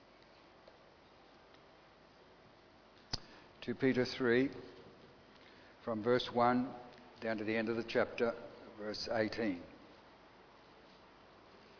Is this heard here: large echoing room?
yes